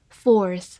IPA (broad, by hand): fɔː(r)θ